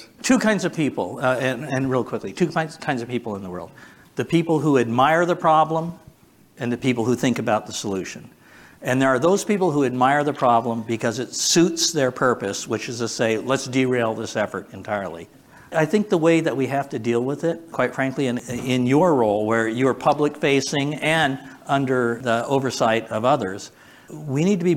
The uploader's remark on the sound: Recorded Live consuming Hot Ones level hot sauces at The GridWise Alliance's annual gridCONNEXT conference!